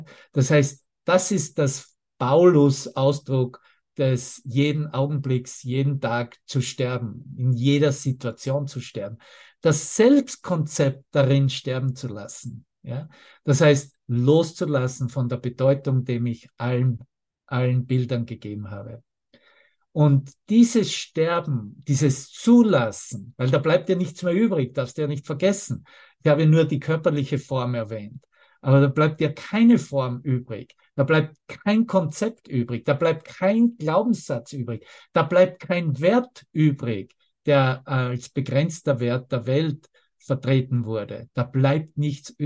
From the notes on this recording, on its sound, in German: Zoom-Session. Veranstaltet von der Aleph Akademie.